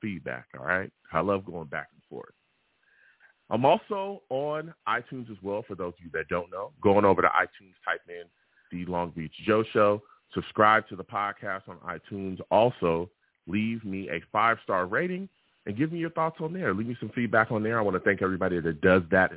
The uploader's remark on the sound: I take live callers!